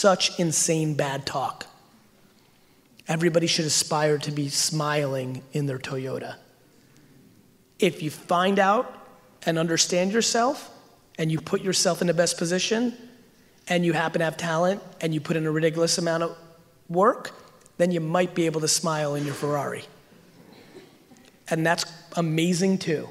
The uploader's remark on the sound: A Throwback to Slime Bash 2019. We quickly dive into Q&A where I answer some of the crowd's questions.